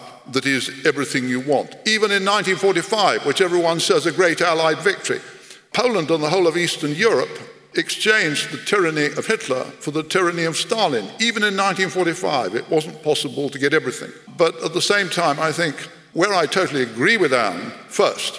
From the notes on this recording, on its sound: This conversation took place in March 2023 and is part of Intelligence Squared’s live debate partnership with the Southbank Centre.